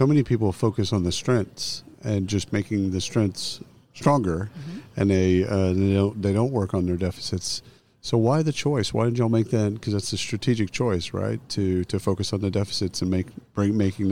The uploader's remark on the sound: Live from SHRM 2022